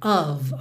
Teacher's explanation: Of, O-F. Você já sabe que esse F sempre vai ter som de V, ok? E esse O não é um O bem redondinho.